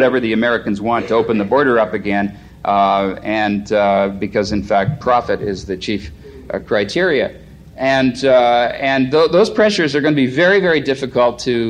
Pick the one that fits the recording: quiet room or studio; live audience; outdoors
live audience